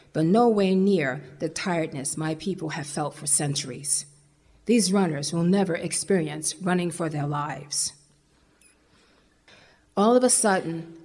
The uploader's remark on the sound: They perform their monologues before a live audience at the historic Reformed Church of New Paltz.